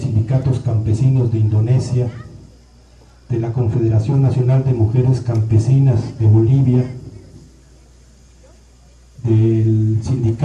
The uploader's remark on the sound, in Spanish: Algunos audios del segundo encuentro en Oventik. ALGUNOS AUDIOS DE OVENTIK DURANTE EL SEGUNDO ENCUENTRO DE PUEBLOS ZAPATISTAS CON LOS PUEBLOS DEL MUNDO.